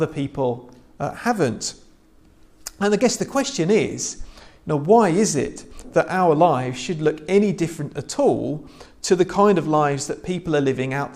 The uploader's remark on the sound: This is a sermon I preached at church last Sunday.